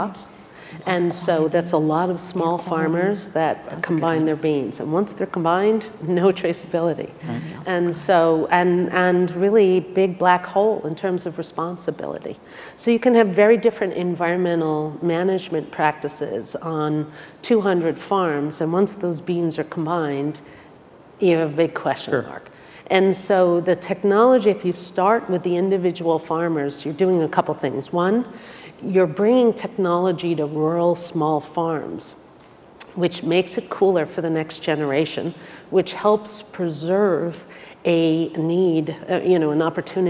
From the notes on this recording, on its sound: The best of live interviews from GreenBiz events.